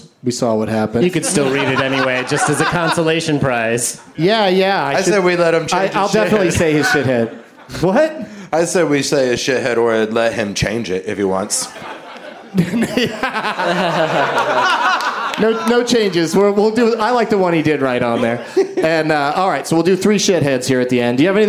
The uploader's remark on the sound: Live from the Traverse City Film Festival